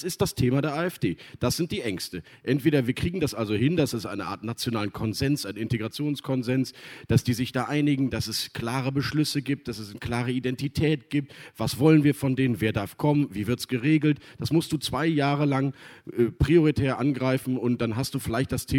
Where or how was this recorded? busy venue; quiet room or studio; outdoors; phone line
busy venue